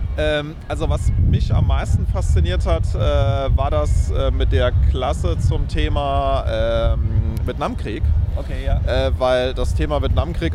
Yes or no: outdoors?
yes